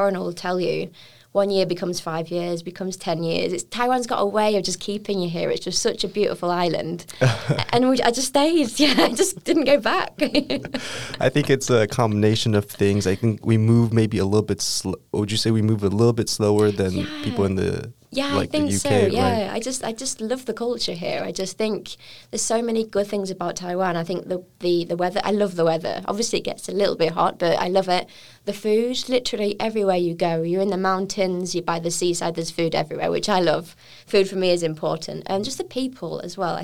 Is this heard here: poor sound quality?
no